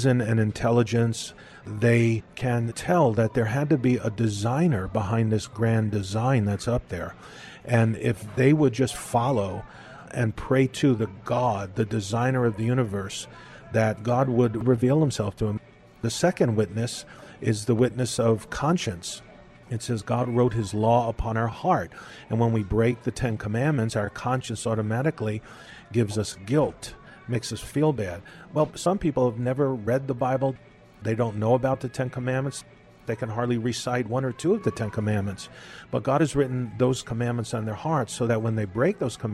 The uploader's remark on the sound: We’re continuing our talk at a local café